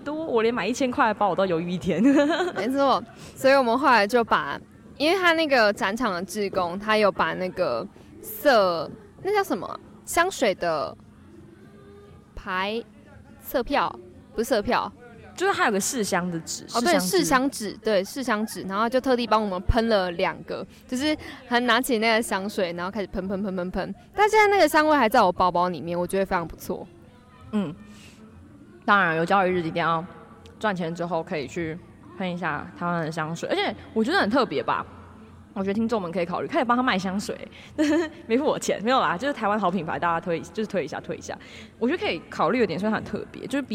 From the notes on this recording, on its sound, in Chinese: 不DO書團隊出去玩啦！我們到了2022保安林書市。我們在市集現場的錄音。